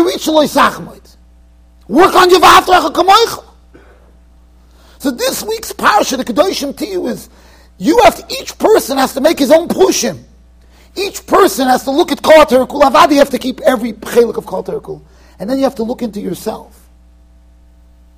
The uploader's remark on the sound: Shiur recorded in Yeshivas Ohr Reuven, Monsey NY.